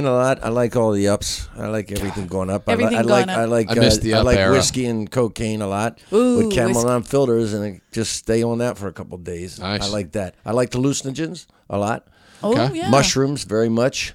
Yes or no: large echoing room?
no